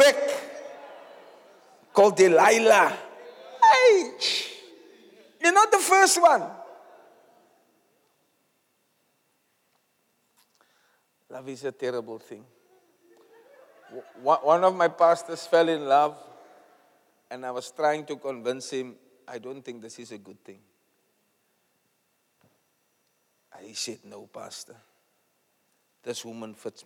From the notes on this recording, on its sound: Preached at the Zion Sanctuary, Cape Town on the 20th August 2023